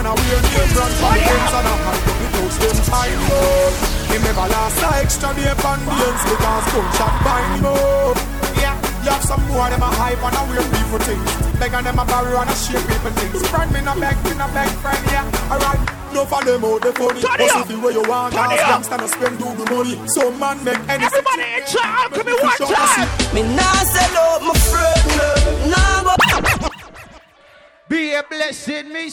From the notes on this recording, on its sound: live at Island Saturdays on Saturday, December 1.